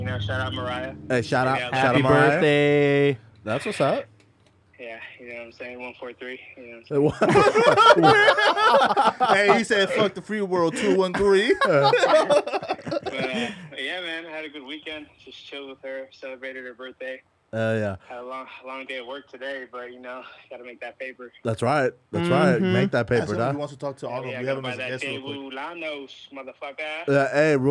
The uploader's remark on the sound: receive a phone call